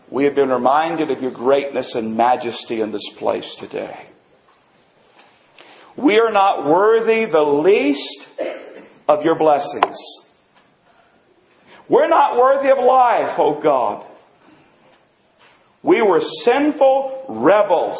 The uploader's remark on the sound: Recording includes part of our Christmas Service